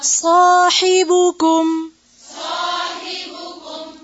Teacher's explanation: پیش کو تھوڑا اور ہونٹوں کو گول کر کے ادا کریں